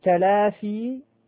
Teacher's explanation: القاف هذه من أقصى اللسان، والقاف أقصى اللسان فوقه، وأما الفاء فهذه من بطن الشفة مع يعني بوضع الثنايا على يعني على من بطن الشفة مع أطراف الثنايا العلوية العليا